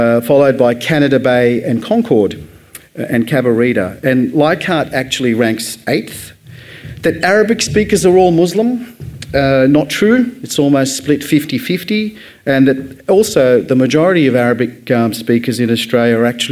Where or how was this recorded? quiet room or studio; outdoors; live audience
live audience